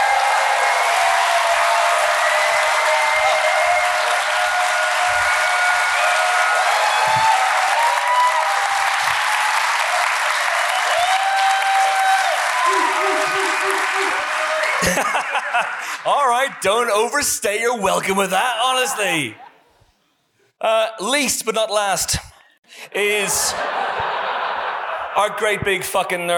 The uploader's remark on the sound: Recorded in front of a live audience at Kings Place, London.